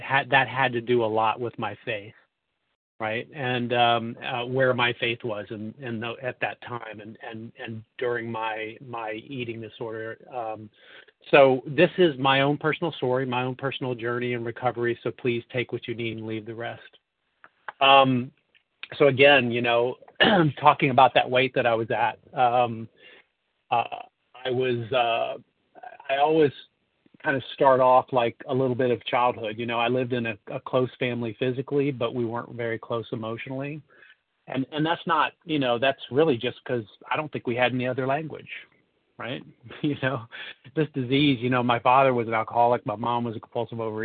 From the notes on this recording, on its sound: 100 Pounders Phone Meeting, 11/21/23